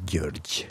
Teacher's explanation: Og hvordan sier du fornavnet ditt, egentlig? det er en såkalt palatalisert G, en sånn soft G.